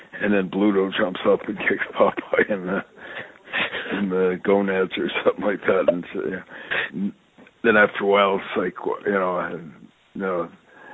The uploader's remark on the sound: I sit down on the phone with my friend